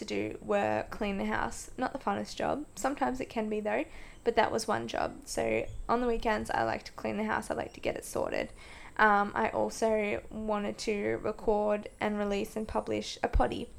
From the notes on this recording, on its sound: Apologies for the background noise, I usually record home alone but did not this time & still figuring out my microphone!